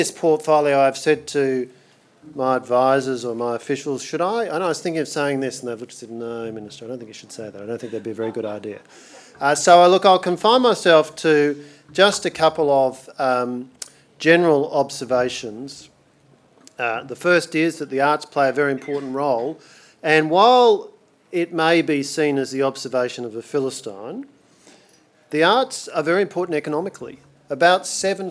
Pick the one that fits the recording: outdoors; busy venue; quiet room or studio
busy venue